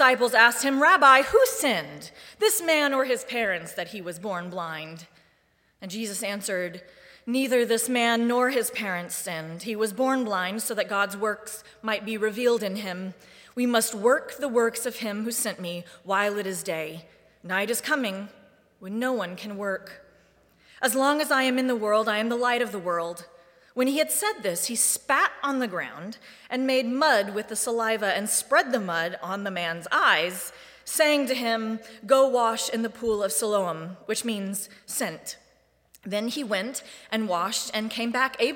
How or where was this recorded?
large echoing room